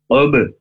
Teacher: Huruf qaf makhrajnya dari pangkal lidah, kemudian dimasukkan ke huruf b karena ba sukun · Term: qol qolah suhro